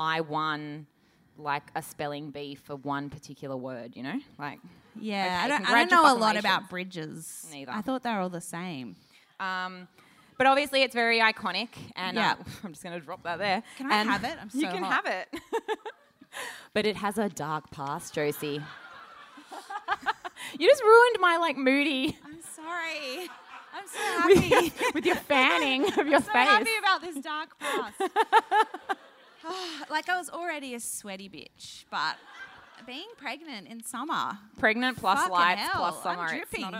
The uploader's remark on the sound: Sydney Live Show. Finally, a venue decides to record. Sydney show at Marrickville's Factory Theatre.